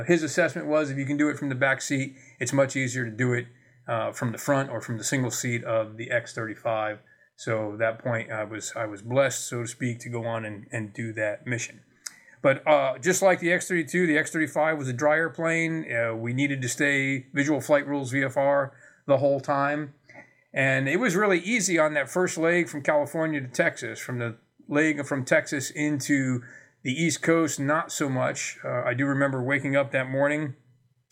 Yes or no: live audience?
no